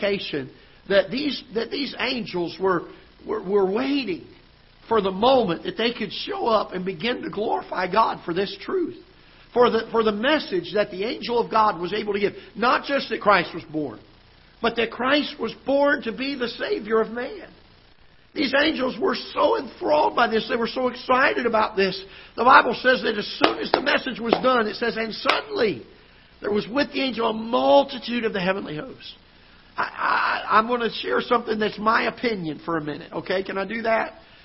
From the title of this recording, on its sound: Ketha Heights Baptist Church ~ Live Broadcast